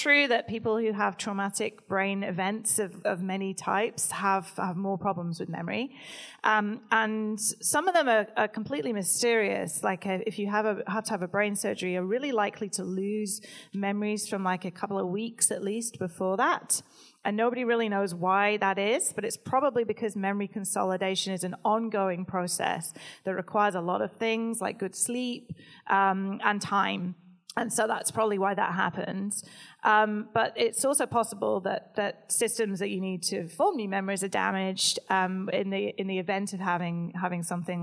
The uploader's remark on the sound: LIVE at Much Different Showcase. Recorded at the Much Different Showcase in Brooklyn, New York with a special audience Q&A.